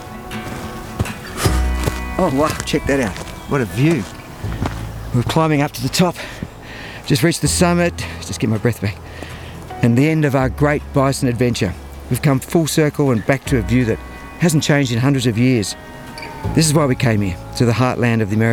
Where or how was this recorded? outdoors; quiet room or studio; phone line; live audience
outdoors